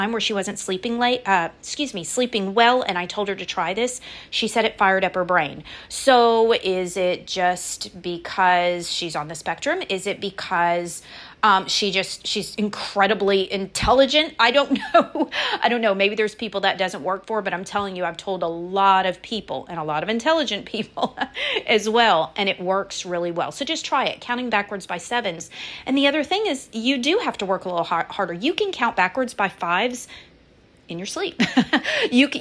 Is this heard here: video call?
no